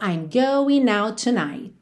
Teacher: Do T de out, já juntou com o T de tonight num T só. · Term: ligações